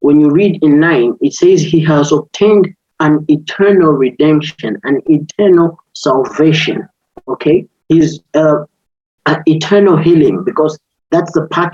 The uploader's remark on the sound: Youth zoom meeting